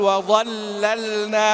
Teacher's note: احنا في حفص وعامة القراء نقول وظللنا بلامين مرققتين، فاللام لا ترقق في قراءة الجمهور، لا تفخم في قراءة الجمهور إلا في لفظ الجلالة فقط، لا تفخم إلا في لفظ الجلالة.